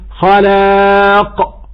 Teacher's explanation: فالقاف يرتفع أقصى اللسان في اتجاه أقصى الحنك. هذا الالتقاء يمنع الصوت تماما. فلو قلنا خلاق وتوقفنا عند هذا الحد لن نسمع صوت القاف.